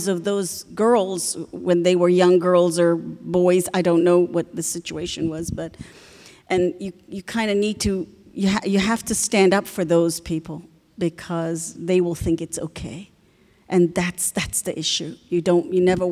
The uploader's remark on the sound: Q&A Discussion Circle w/the Imams. Receive questions from the congregation.